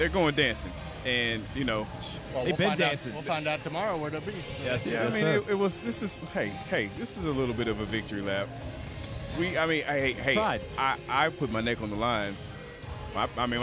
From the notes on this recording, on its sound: Live On-Site at FGCU. The crew reports live from the Alico Arena in Fort Meyers, Fla.